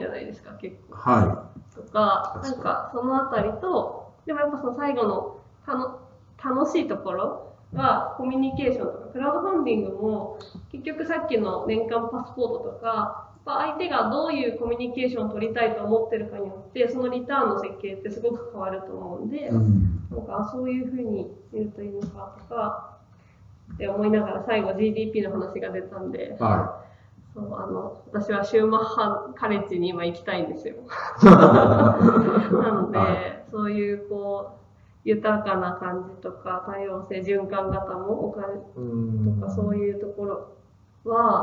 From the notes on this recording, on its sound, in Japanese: 旧マイクで音声ややわるいです